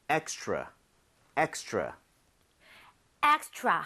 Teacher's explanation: R 발음을 혀를 제대로 당겨서 하고 있다면 extra처럼 치읓 비슷하게 소리가 날 겁니다.